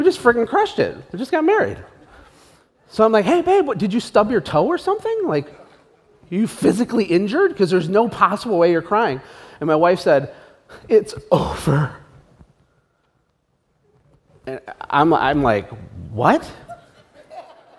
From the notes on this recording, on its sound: (live event recording). Listen behind the scenes at a live event. Spoke to 600 new entrepreneurs.